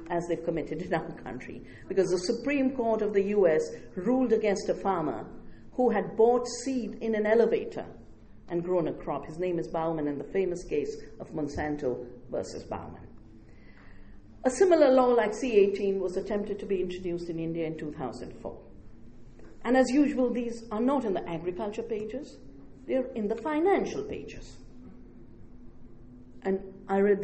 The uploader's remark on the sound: At the North Centennial Community Centre in Winnipeg, Manitoba, Canada at the invitation of a local collective known as Power House Producers in association with the Women’s and Gender Studies Students Association, and the University of Winnipeg’s Womyn’s Centre. For an audience of about a hundred people.